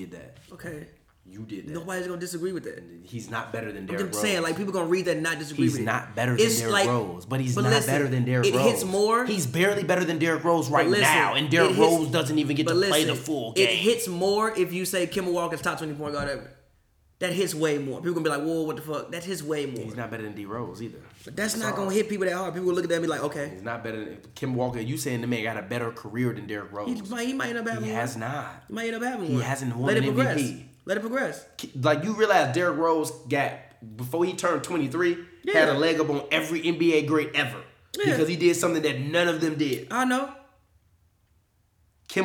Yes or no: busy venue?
no